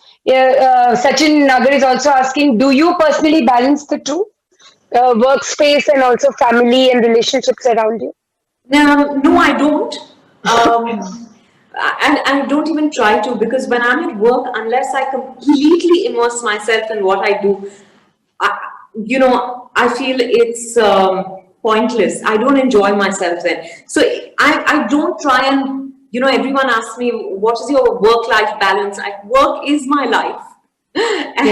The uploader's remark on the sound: This episode is the audio version of a live online session from #JLFLondonAtBL2020